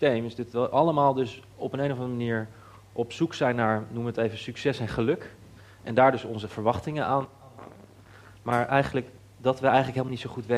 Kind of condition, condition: setting, live audience